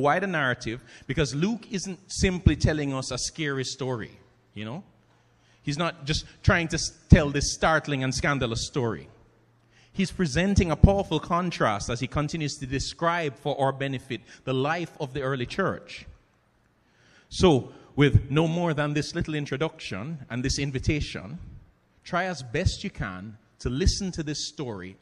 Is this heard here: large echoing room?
yes